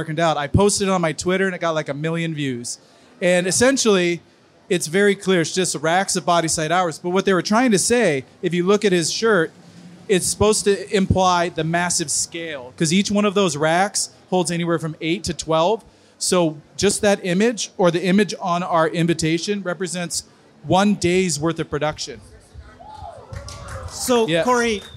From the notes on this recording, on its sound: Tesla Investor Day Panel at Clive Bar.